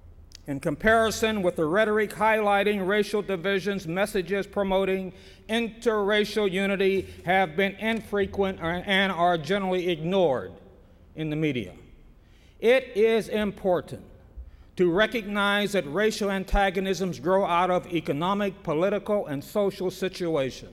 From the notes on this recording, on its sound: Was recorded at the 1997 Achievement Summit during his symposium presentation at the U.S. Naval Academy in Annapolis, Maryland.